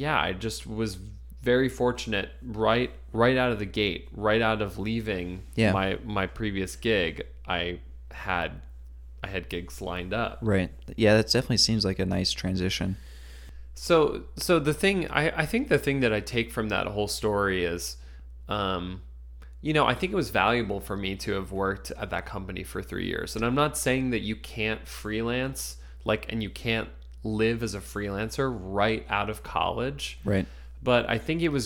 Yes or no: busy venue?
no